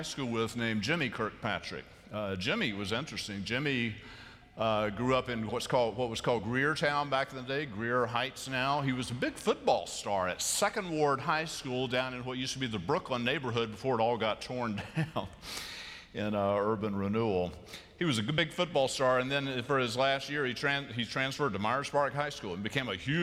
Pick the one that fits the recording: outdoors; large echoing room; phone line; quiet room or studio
large echoing room